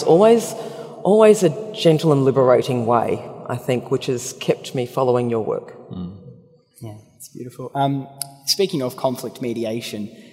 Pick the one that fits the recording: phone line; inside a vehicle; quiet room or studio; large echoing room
large echoing room